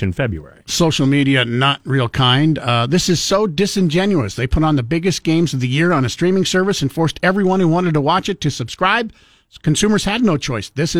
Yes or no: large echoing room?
no